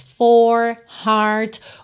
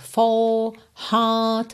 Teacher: O inglês britânico não enrola os R's e alonga a vogal anterior. · Shown in: second take